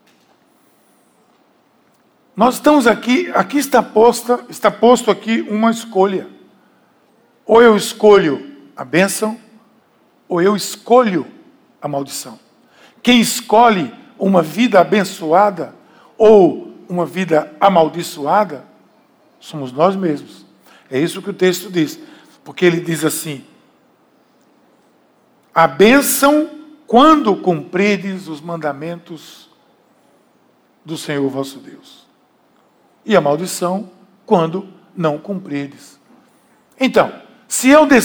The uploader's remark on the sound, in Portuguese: Podcast gravado na PAES Piedade. Na celebração das 19h.